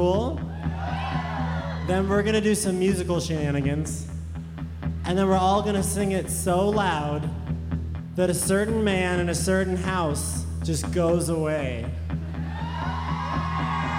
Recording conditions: live audience